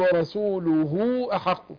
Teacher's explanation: لما تقع بين متحركين فيها الصلة، يعني نمدها إيه شوية